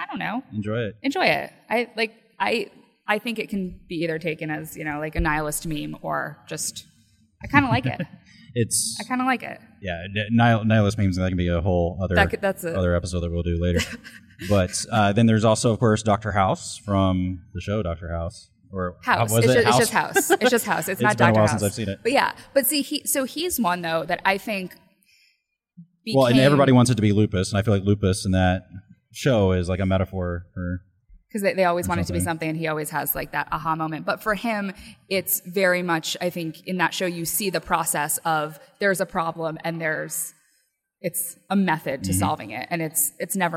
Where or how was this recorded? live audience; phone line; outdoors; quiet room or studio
live audience